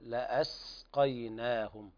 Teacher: السين فيها همس فيها صفير فالنفس يجر فيها، يقول لأسقيناهم لا تقلقل.